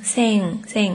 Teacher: sing 的时候嘴巴尽量往后，就是音往后走，它是后鼻音